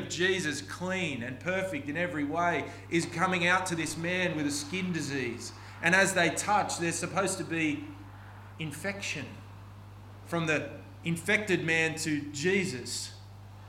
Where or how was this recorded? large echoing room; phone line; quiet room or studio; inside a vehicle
large echoing room